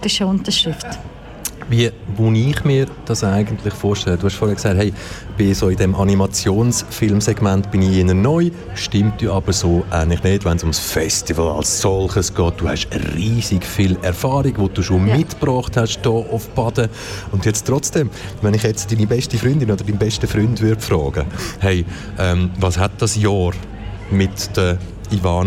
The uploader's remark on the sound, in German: Festivalausgabe live aus dem Merkerareal in Baden.